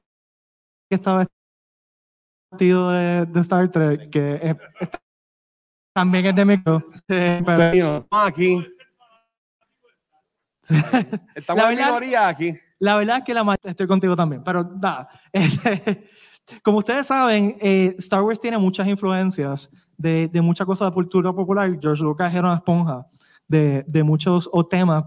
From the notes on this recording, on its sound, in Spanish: Grabación ¡EN VIVO! De el panel de Beyond the Force en el Puerto Rico Comic Con 2022.